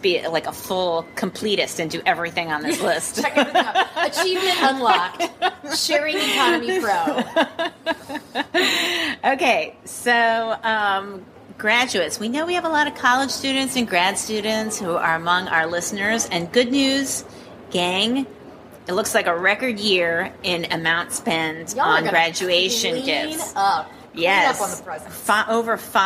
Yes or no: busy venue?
yes